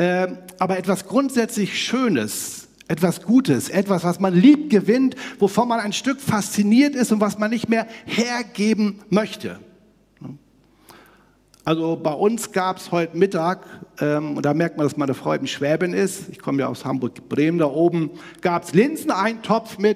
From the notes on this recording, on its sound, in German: aus dem Einführungsgottesdienst der Missionsberg-Gemeinde (LM)